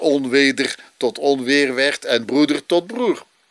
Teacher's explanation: Vervolgens valt die D tussen de twee klinkers gemakkelijk weg